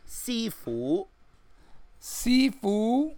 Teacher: So Si, it's like high and then rising.